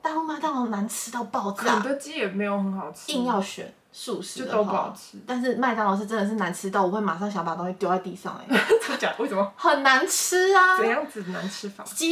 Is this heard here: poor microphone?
yes